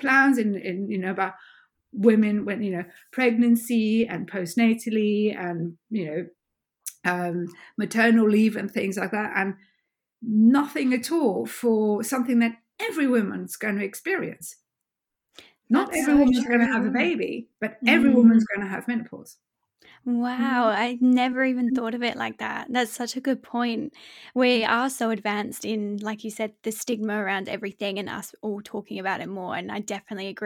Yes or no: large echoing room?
no